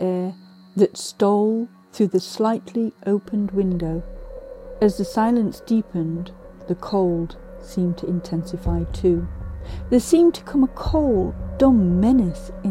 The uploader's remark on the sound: With a story, an iPhone and a microphone in hand. Kitchen (complete with creaky cupboards and scary things in the windows) somewhere in Bedfordshire, UK.